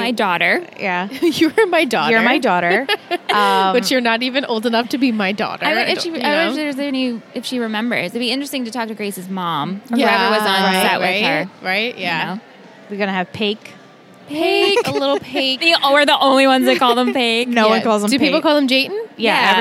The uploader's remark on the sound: Recorded LIVE from TRIC.